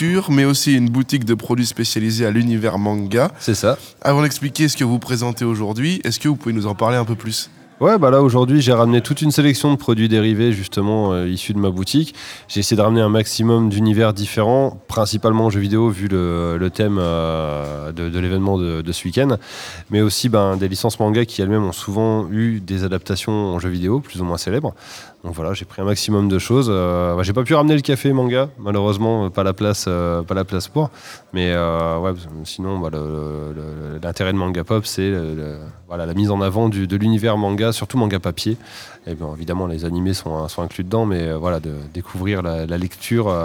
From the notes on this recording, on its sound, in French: en direct du l’évènement rétrogaming de la MJC